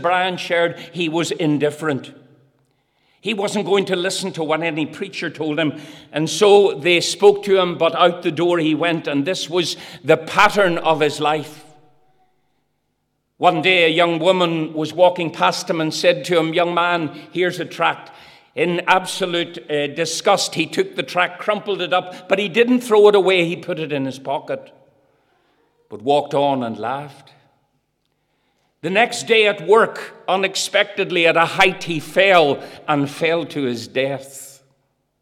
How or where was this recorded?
large echoing room